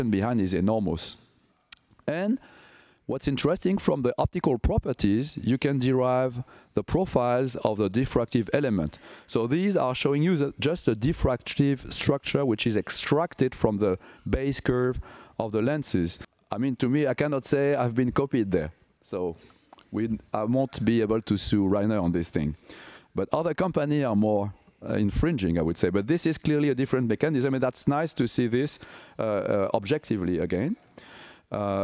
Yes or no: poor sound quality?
no